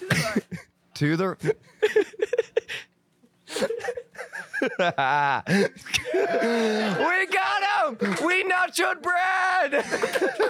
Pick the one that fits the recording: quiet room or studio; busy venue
busy venue